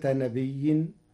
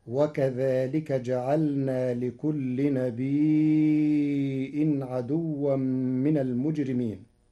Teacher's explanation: قرأ ورش كلمة نبي بهمز بعد الياء الساكنة فيمدها مدا متصلا لأنها أصبحت مدا متصلا مشبعا على الأصل فتصير هكذا وكذلك جعلنا لكل نبي عدوا من المجرمين.